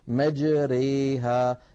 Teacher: هي النطق بالألف الممالة بين الألف والياء الصحيحتين · Term: الإمالة